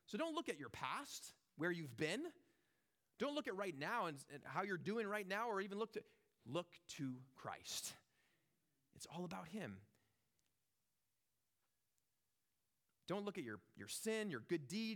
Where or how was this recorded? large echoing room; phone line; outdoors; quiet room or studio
large echoing room